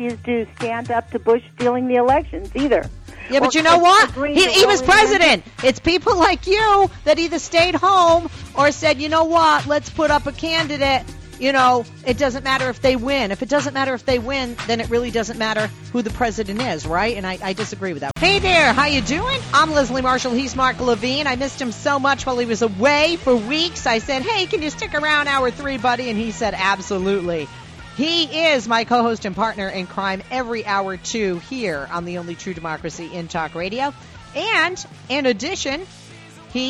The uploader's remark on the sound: The debate heated up with callers and hosts alike